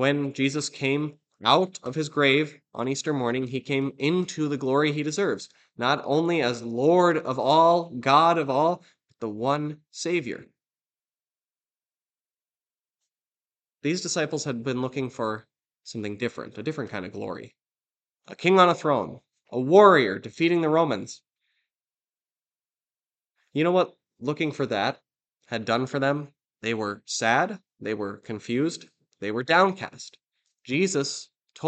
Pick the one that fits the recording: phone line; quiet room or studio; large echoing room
large echoing room